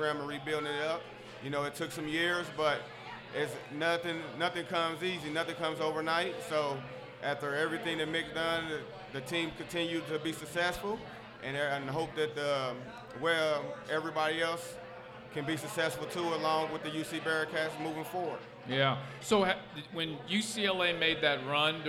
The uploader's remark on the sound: LIVE at Mio's in Clifton!